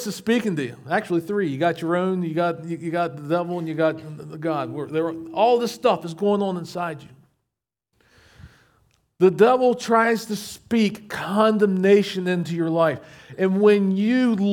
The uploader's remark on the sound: recorded at Shenandoah Valley Baptist Church on Aug 13, 2023